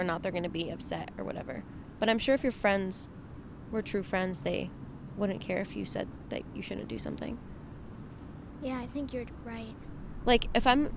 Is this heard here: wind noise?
yes